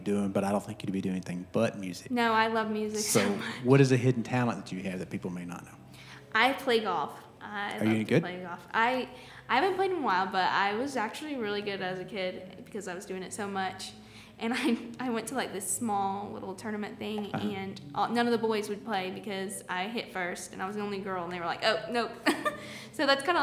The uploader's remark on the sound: live from the Oakhouse in Canton Ga